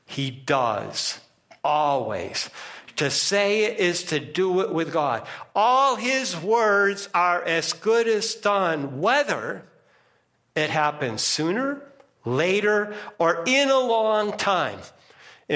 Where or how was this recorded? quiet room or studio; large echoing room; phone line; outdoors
large echoing room